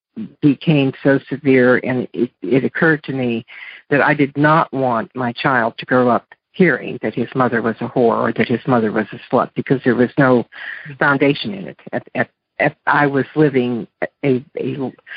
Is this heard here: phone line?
yes